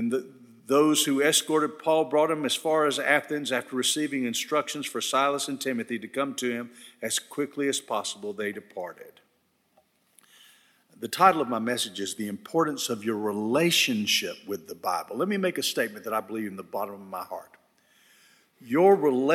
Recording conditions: large echoing room